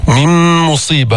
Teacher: هون إدغام كامل، أدغمنا النون في الميم. من مصيبة، هن تشديد، هن مقدار حركتين.